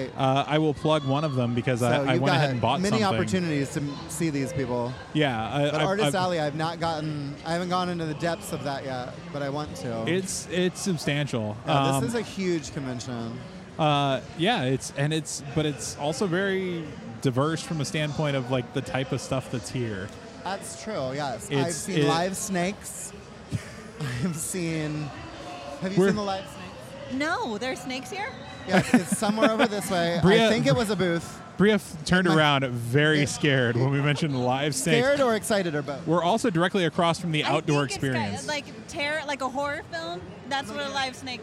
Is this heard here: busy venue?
yes